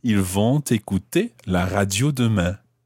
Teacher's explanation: Why am I pronouncing the T of ils vont? Because écouter starts with a vowel.